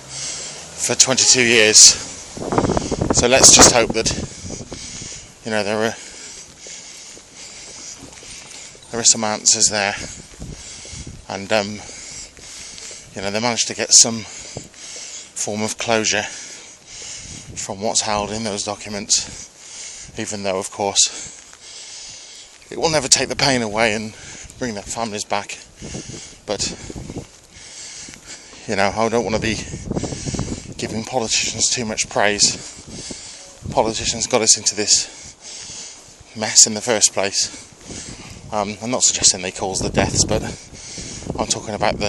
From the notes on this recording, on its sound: Join me on another walk to work